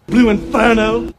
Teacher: So Southern English accents are non-rhotic. You leave the R sound out after a vowel in a word like inferno.